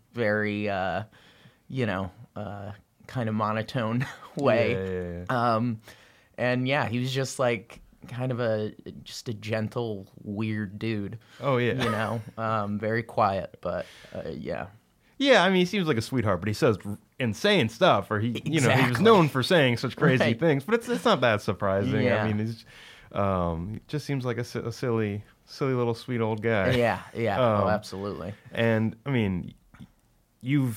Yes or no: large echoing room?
no